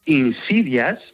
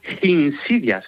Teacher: Bueno, pues este Arrio, en lugar de decir insidias, tal cual, como en español, sí, insidias, él decía insidias, con una H aspirada al principio · Shown in: second take